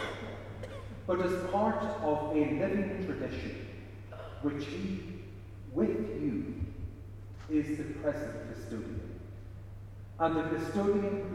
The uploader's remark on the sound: Recording of the ceremony that took place at St Flannans Cathedral Killaloe